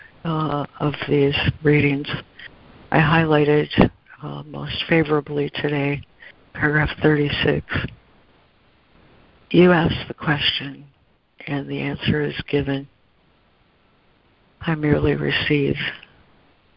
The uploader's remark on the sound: ACIM Daily Conference Call